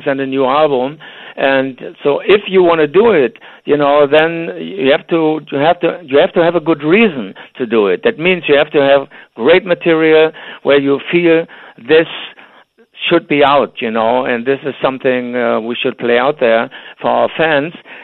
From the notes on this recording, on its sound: Phones.